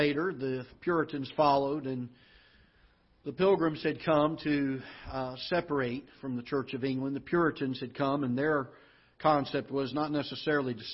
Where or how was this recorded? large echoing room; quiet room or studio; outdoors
large echoing room